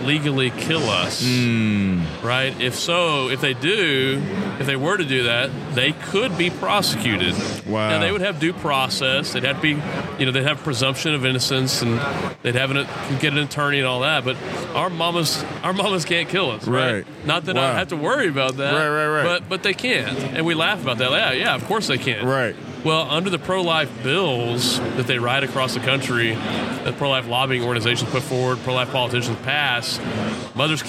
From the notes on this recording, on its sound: This is another episode recorded during the G3 Conference